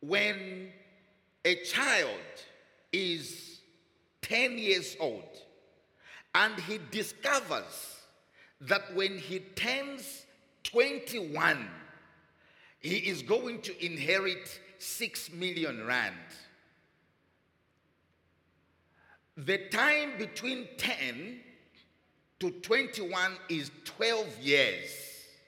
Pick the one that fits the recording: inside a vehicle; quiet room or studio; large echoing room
large echoing room